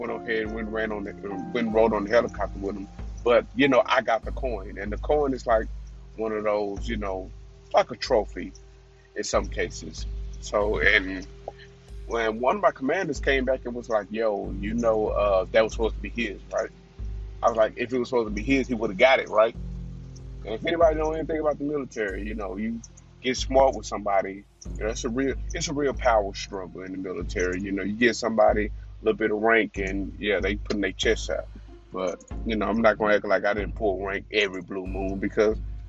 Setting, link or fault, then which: setting, inside a vehicle